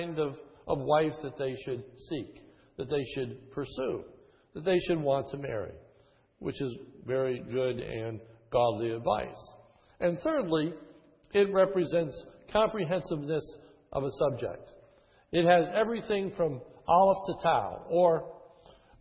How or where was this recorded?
large echoing room